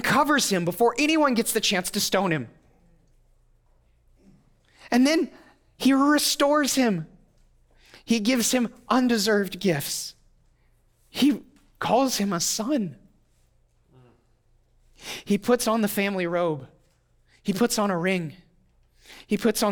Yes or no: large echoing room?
yes